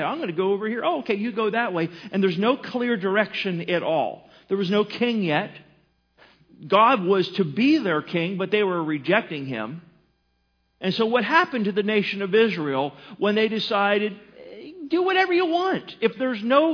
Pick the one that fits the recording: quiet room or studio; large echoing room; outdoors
large echoing room